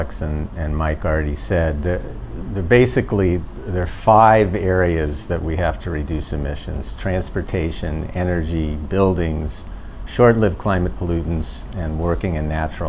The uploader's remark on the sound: Live at the State-City Collaboration on Clean Energy Transformations